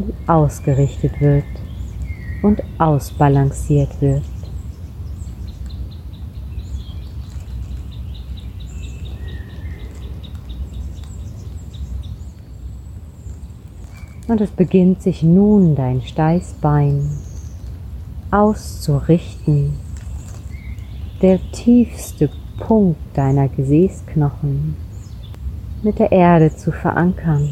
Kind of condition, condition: setting, outdoors